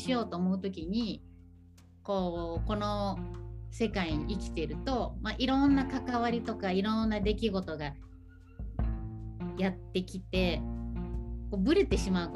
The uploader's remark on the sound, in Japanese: リモート収録でお届けします。